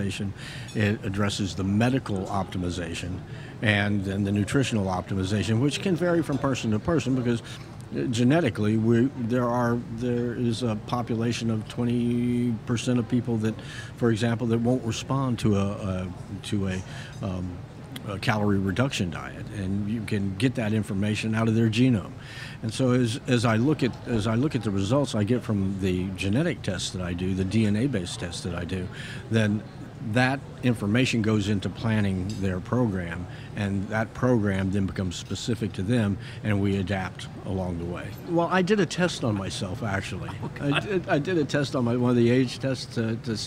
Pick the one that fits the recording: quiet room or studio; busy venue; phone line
busy venue